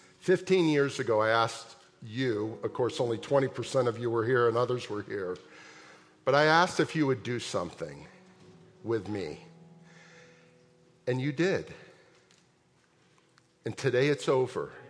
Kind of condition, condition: setting, large echoing room